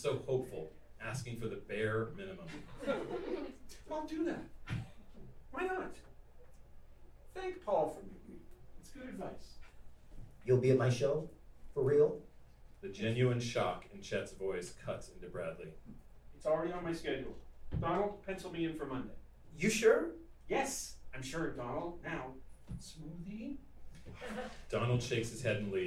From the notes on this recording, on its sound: It should be noted that we read this pilot live in Los Angeles at The Lyric Hyperion Theater. That's right, you're going to hear some real laughs!